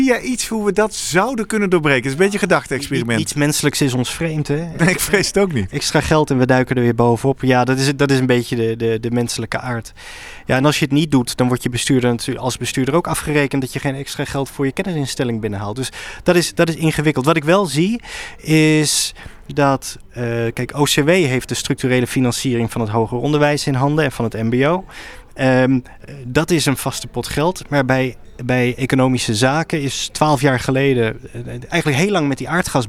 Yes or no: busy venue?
yes